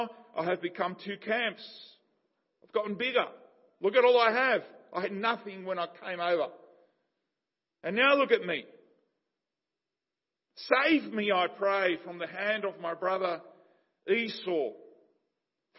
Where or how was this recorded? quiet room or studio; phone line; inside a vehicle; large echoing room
large echoing room